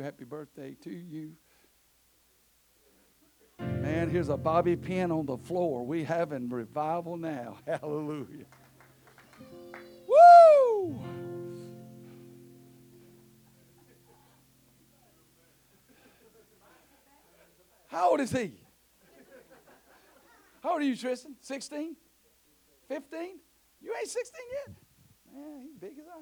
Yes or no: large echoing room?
yes